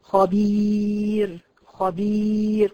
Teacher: الياء الماديه تخرج من الجوف مع اعتمادها على وسط اللسان